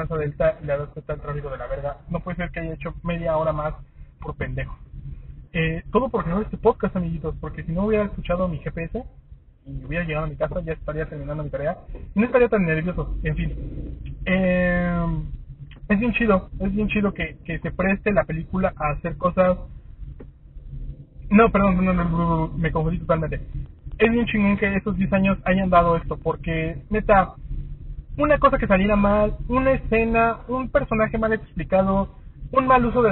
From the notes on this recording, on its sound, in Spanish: Salí de la función de prensa de Infinity War y me puse a grabar un podcast medio improvisado con mis primeras impresiones mientras encontraba el camino a casa. Disculpen la calidad del audio. Pero iba manejando y se grabó con un iPhone... Al menos es un iPhone X.